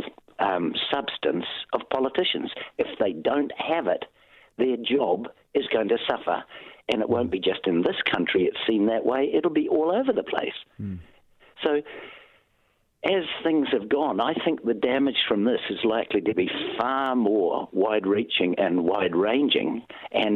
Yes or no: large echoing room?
no